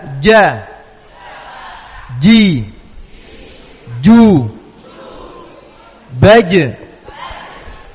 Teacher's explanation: Yaitu dengan dari tengah lidah dengan tengah langit-langit atas. · Term: huruf jim